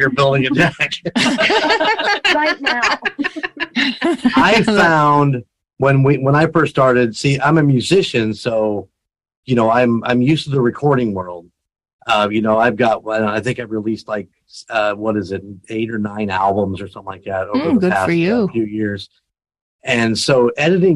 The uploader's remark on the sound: We apologize the audio is a bit wacky - we are all recording remotely.